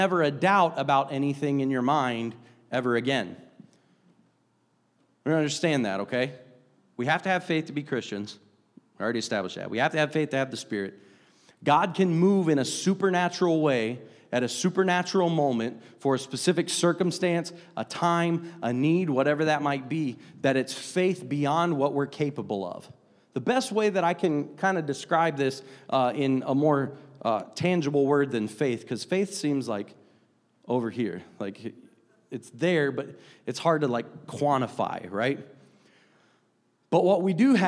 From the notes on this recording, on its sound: a service recording from Connect Point UPC